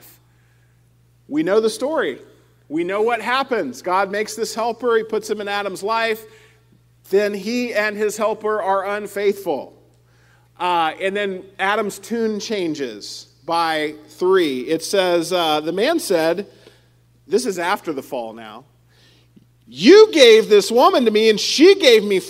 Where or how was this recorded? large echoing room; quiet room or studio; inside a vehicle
large echoing room